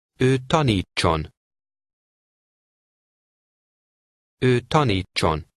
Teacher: In this case, the TS combination has a long ch sound.